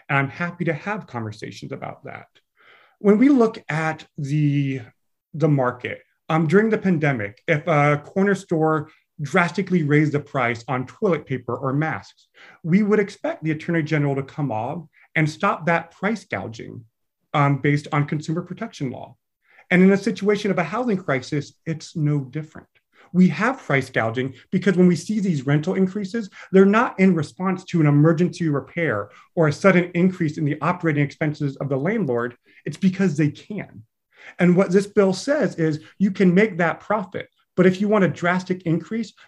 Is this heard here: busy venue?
no